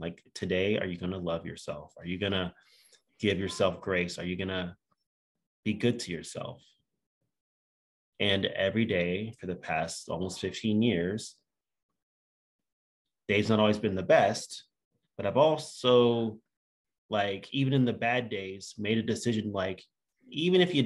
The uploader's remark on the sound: From Raleigh, NC & Austin, TX on Zoom.